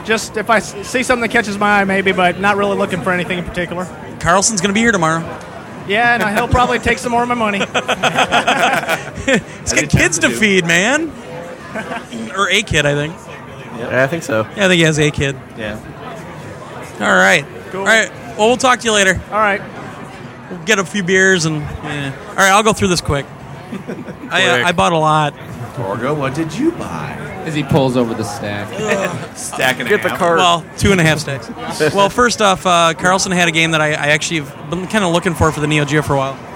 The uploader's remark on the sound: Round Table discussion right from the show floor at the 2009 Midwest Gaming Classic.